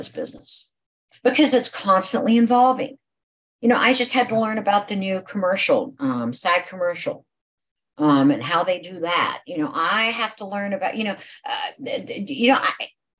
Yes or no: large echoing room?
no